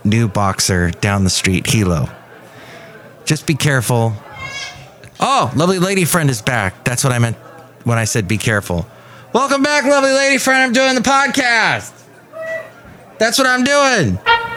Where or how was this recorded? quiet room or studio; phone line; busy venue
busy venue